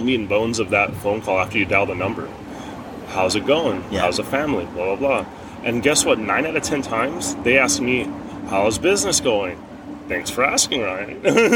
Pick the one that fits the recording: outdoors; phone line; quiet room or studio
outdoors